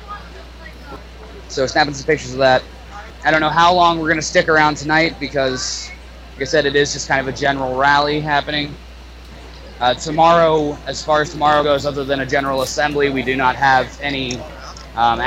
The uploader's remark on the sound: Live from Occupy Wall St. Zuccotti Park.